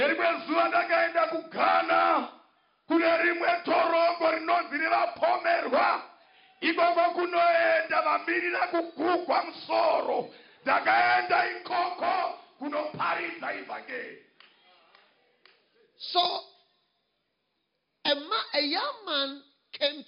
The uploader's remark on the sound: Preached at the Healing Jesus Campaign in Kwekwe, Zimbabwe.